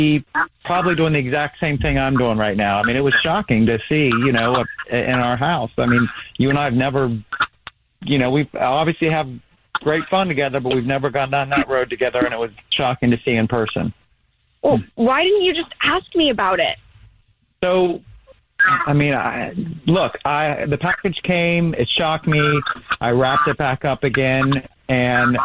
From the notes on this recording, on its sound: We have a listener who is on the phone